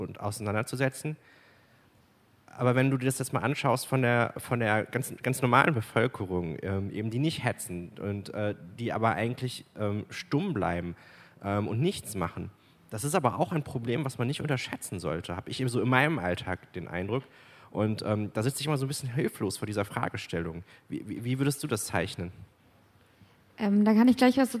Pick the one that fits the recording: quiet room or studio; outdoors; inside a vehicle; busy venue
busy venue